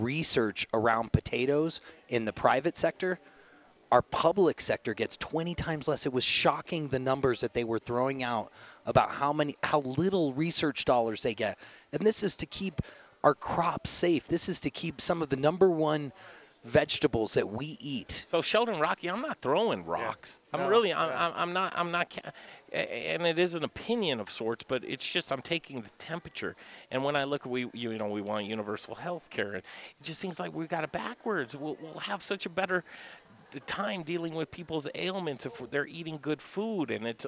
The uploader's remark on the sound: The Modern Eaters returns to the Potato Festival in Monte Vista Colorado with the Colorado Potato Administrative Committee! Rain Brews hosts us for a live show, and this place is cool! It's a coffee shop, craft beer tap room, and restaurant in a historic and beautiful building in downtown Monte Vista!